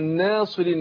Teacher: فهنا إيه ما أقول ناصرين، يبقى الألف هنا تتبع ما قبلها، النون مرققة ويبقى الألف رققة تبع للنون، نقول ناصرين، ما ينفعش أقول ناصرين نا، لا ناصرين هكذا. · Term: الألف تتبع ما قبلها